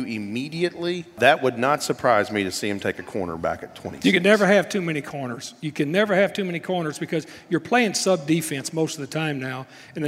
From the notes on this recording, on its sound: LIVE at Hub City Brewing. From Hub City Brewing in Jackson, TN.